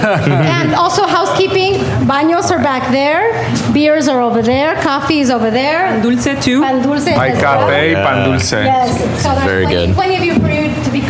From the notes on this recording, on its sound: Tamarindo Live Show! We get into it on this bonus episode featuring our live show recorded July 23.